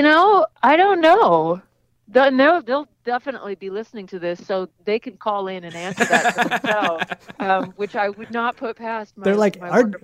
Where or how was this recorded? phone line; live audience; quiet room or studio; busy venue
phone line